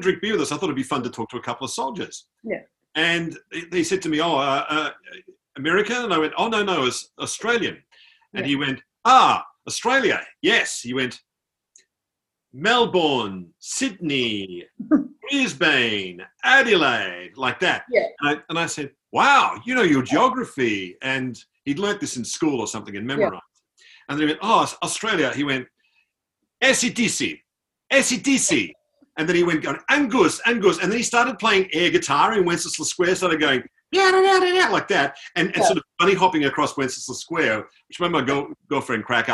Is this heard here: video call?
yes